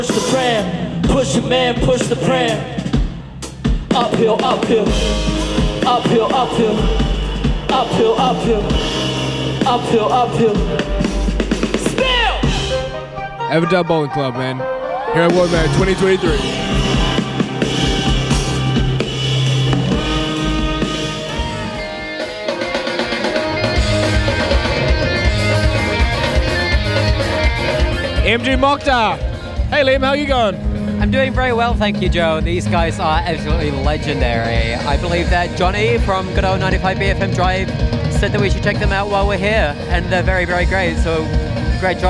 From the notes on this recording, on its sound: We have a little audio documentary capturing the sounds, sights, tastes and people of WOMAD 2023